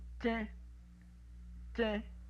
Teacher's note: High front, muffled, nasalized.